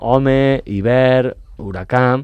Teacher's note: en català l'H no es llegeix aspirada.